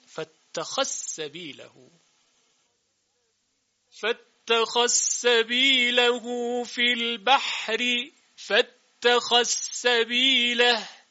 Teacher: ذال ادغام می‌شود در سین